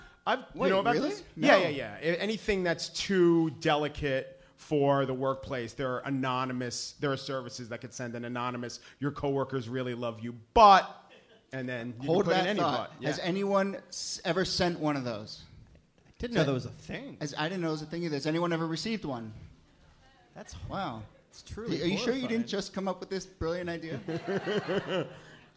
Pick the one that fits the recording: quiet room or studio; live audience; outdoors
live audience